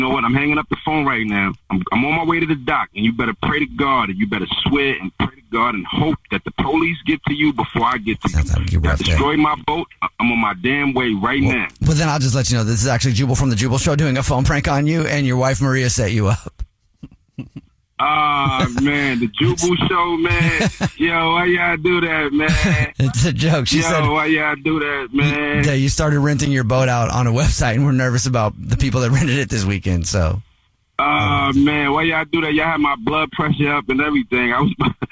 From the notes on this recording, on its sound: phone prank style